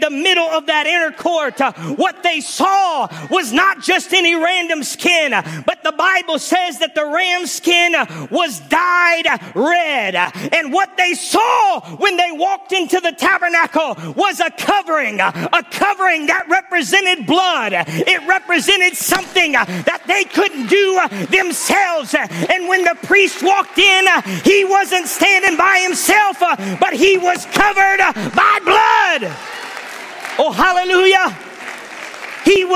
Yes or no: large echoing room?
yes